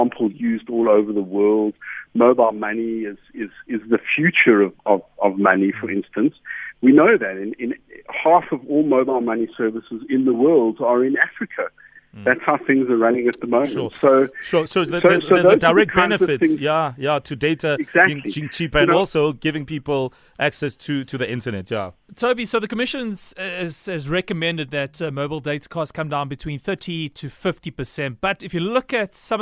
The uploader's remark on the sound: INTERVIEWEE VIA PHONE